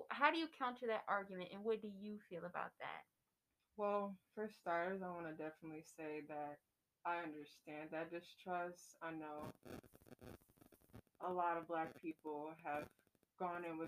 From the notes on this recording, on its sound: We were wearing masks while recording so if we sound distant or muffled, that is why! Please excuse the static... It doesn't last long (technical difficulties)!!!